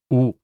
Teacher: It's pronounced like the U in school. Now don't make the U sound here. We just want a round O.